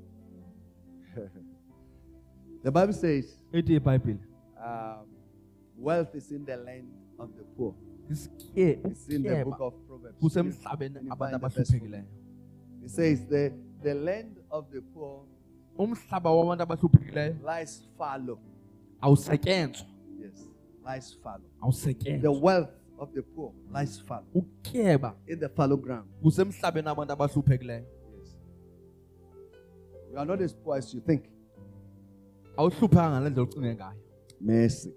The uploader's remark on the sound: Message Preached in our Cape Town Campus, Parklands, Cape Town